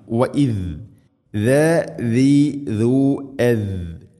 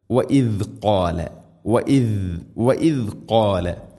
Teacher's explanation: മുൻപല്ലുകളുടെ ഇരുനിരകൾക്കിടയിലൂടെ നാവിൻ്റെ അറ്റം വളരെ നേരിയ തോതിൽ പുറത്ത് ഉണ്ടായിരിക്കണം · Term: ദാൽ